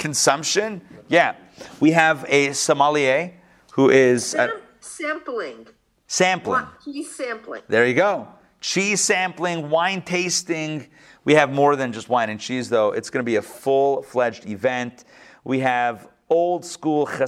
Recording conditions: live audience